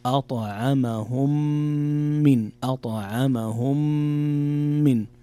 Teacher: هنا إدغام متماثلين صغير إدغام شفوي، يقرأ أطعمهم من، أطعمهم من، فيه غنة بمقدار 2 حركات، من جوع هنا حكم إخفاء، نون ساكنة جاء بعدها حرف الجيم والجيم من حروف الإخفاء، إلى آخر الأحكام التجويدية في هذه الآية.